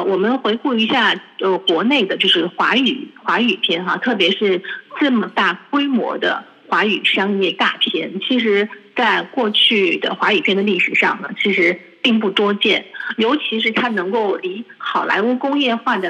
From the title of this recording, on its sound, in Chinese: 中国国际广播电台电话访谈